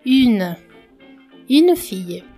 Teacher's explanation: É como se você estivesse falando um i, mas com os lábios arredondados como se fosse um u. Ou seja, você pronuncia i, mas os lábios são arredondados. · Term: biquinho francês